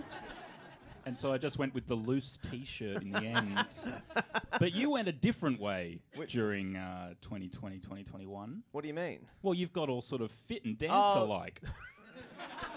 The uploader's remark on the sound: Recorded LIVE in front of a sold out crowd at the Melbourne International Comedy Festival 2021.